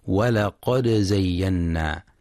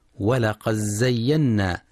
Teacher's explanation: ينتبه القارئ برواية حفص لإظهار الدال مع القلقلة في ولقد زينا · Shown in: first take · فلا يقرأ ولقد زينا بإدغام الدال في الزاي.